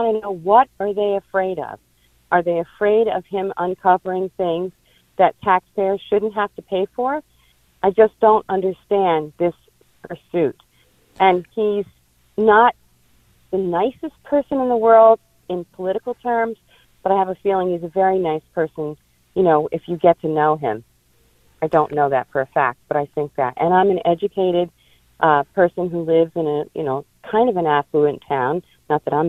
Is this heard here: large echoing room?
no